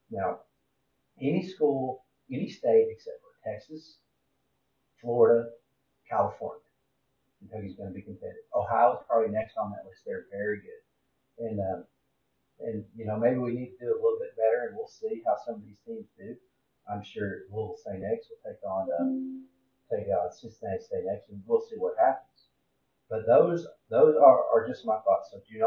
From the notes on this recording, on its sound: sorry that the sound/audio quality is not as great as usual, but you can still hear.